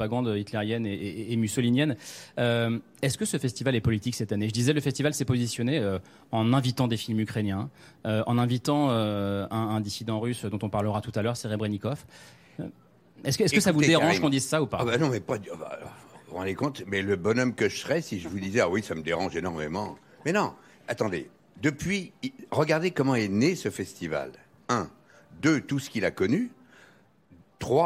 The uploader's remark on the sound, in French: en direct du Festival de Cannes